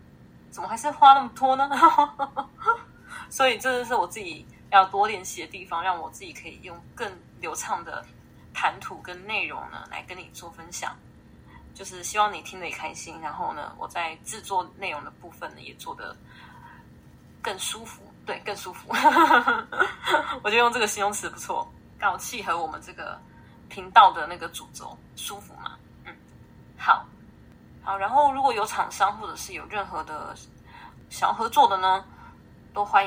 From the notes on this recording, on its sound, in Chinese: 但因為這次硬碟出了點問題，所以二次錄音下沒有收音的很好。如果有聽到一些雜音也請多多包涵。